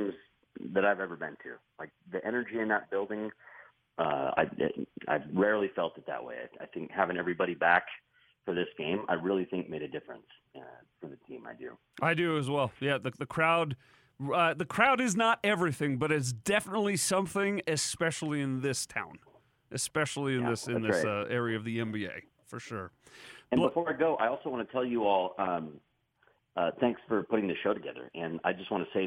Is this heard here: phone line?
yes